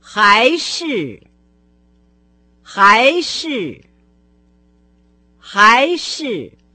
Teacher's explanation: Ши – это хорошо знакомое нам с вами ши из словосочетания шибуши. Но в данном случае оно произносится с легким тоном. А перед ним стоит слово хай, второй тон, который вообще-то означает еще, кроме того.